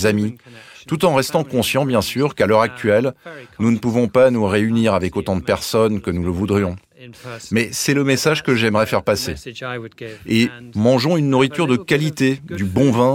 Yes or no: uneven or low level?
no